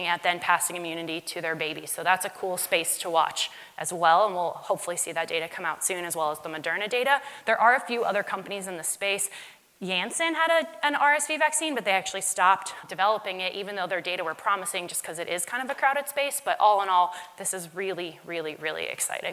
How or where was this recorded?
live audience